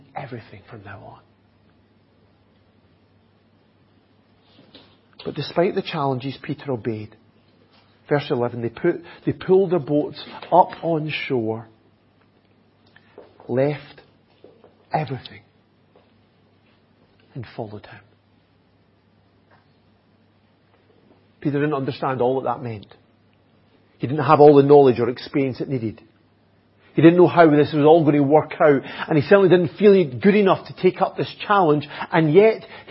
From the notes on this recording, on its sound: Audio recording of the Sunday morning Bible Teaching given. At Enniscorthy Christian Fellowship, Enniscorthy, County Wexford, Ireland.